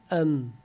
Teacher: Yani üst dudaktan alt dudak birbirine yapışı yalla mim harfini okuyabilirsen.